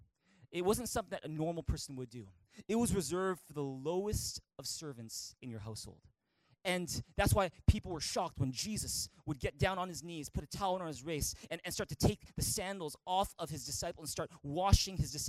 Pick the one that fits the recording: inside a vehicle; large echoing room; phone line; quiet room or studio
large echoing room